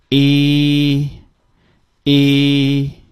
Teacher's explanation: 英语这个一呢，它是口腔后部舌根上提向上挤发出的音